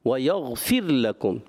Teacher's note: غین میں کلکلہ، را میں کلکلہ، یہ کرنا نہیں ہوتا